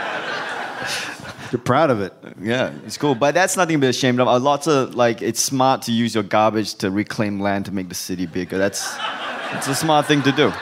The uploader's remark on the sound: Record a live podcast in Brooklyn.